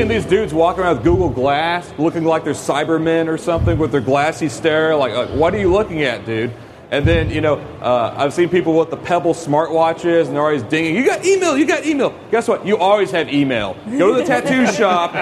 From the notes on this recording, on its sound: A quiz show. Recorded live on March 28, 2014 at Macworld/iWorld 2014 in San Francisco, CA.